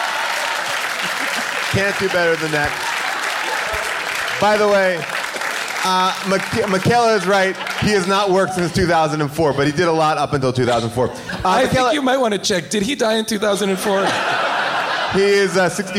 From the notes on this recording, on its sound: Recorded LIVE at Largo in Los Angeles